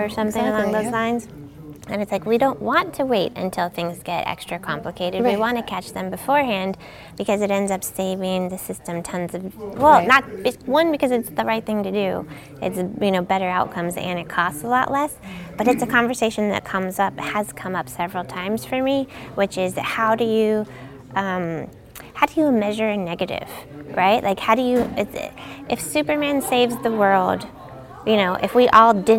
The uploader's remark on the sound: recorded at HIMSS22